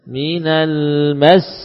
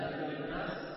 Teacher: Jangan dipanjangkan mes, ya, nggak usah. Seperti kita mensukun satu sin saja, mas, ya, tapi dengan menaikkan nada.